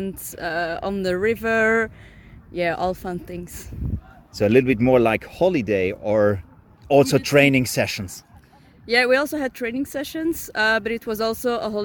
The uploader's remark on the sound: This episode was recorded at the Widnau tournament